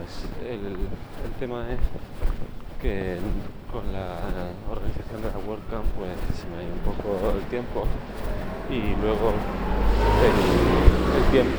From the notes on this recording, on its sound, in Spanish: Hace tiempo que me habría gustado intentar grabar en el rato que tardo del piso al metro. También he aprovechado la ocasión para grabar con los auriculares que me venían con el móvil, los OnePlus Bullets 2. Si no se escucha bien el episodio es porque no he editado nada de nada el audio y va en bruto.